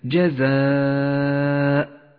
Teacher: المد المتصل في كلمة جزاء يمد خمس حركات وجوبا وقد ميز باللون الأحمر إشارة إلى زمن وموقع المد.